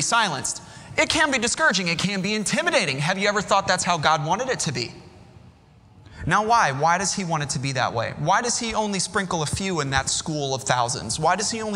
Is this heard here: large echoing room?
yes